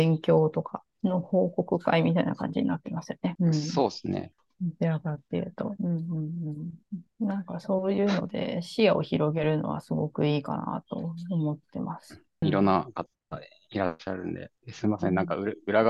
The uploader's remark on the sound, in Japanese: zoomを使って録音しています。